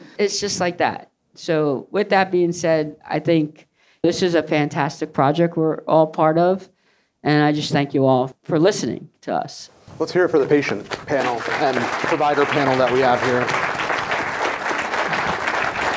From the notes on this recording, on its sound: LIVE in New Orleans. We're LIVE from New Orleans, Louisiana! Live podcast panel.